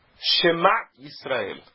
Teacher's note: Embaixo do Mem. Isso significa que a sílaba tônica é o Ma. É uma palavra que é oxítona.